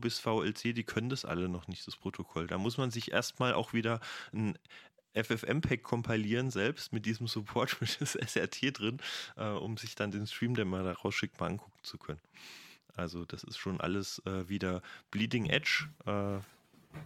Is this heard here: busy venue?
no